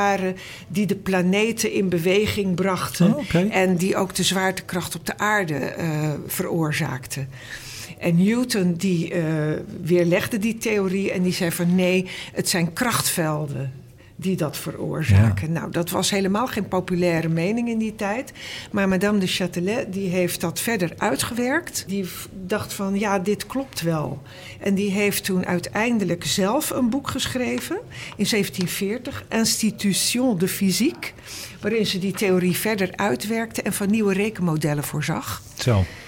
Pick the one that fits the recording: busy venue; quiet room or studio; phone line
busy venue